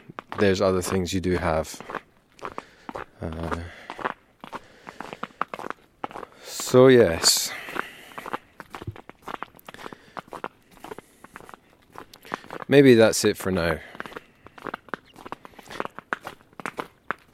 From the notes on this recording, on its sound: Trying a slightly different approach this episode - one take when walking to the shops.